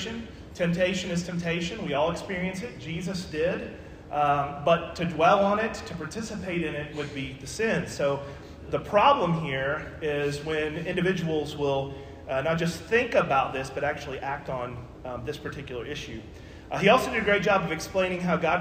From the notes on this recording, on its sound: This podcast was recorded at the Jefferson Avenue Church of Christ.